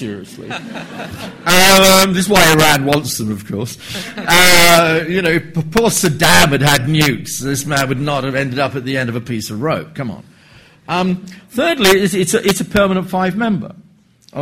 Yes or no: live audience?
yes